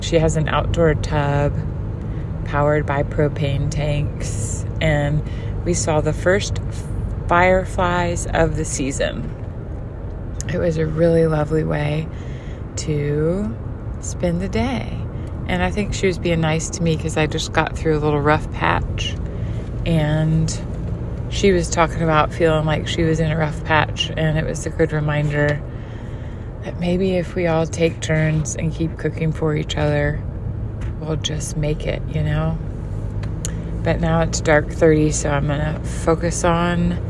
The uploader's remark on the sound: NASHVILLE STREET SOUNDS